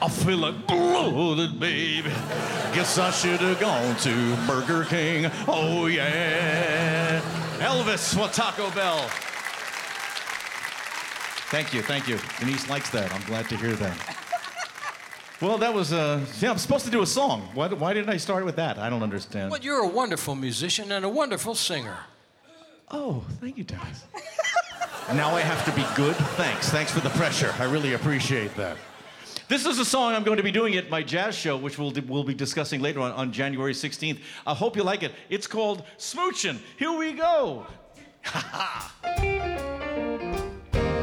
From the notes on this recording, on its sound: Live at the South Point Casino